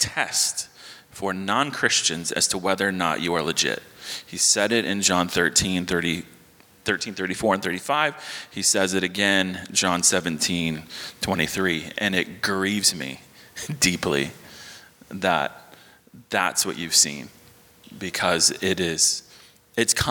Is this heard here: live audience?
yes